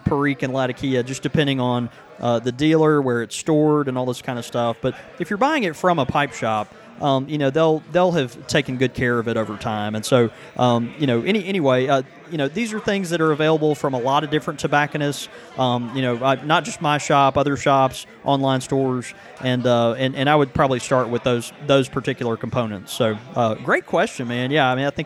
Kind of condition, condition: setting, busy venue